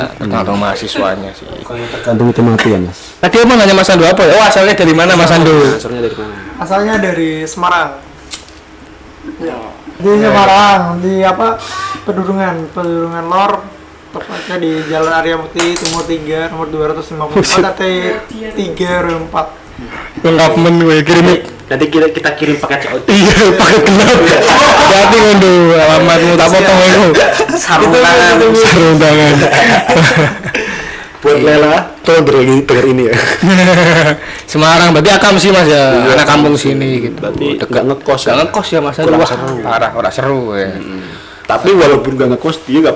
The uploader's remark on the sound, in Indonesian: (Maaf audio agak cliping/pecah).